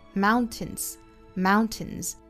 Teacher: 的时候呢，会感觉到 mountains 去发一个爆破音比较的麻烦，那么他就去用鼻腔省一下这个力气，mountains mountains 就这样用鼻子一带而过了。那如果说在发的非常重的、非常用力的时候呢，会把这个 t 发出来